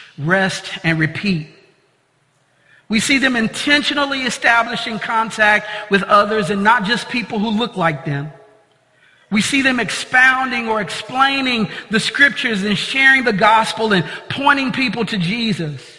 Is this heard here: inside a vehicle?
no